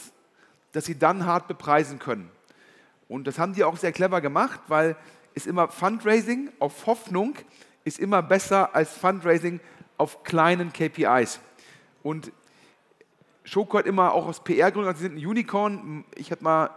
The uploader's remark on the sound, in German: Ein Live-Podcast vom Digitale Leute Summit 2022 in Köln.